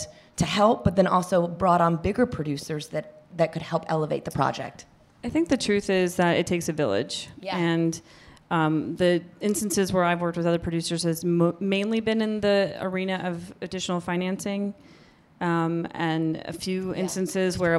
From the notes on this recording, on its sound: We're back with another live panel event.